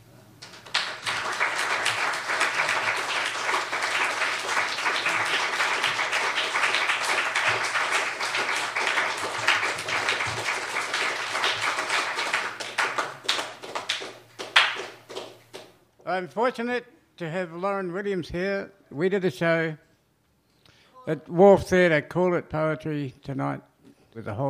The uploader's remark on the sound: Recorded live at the Dan O’Connell!